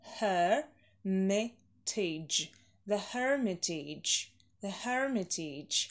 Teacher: Первый ударный шва долгий.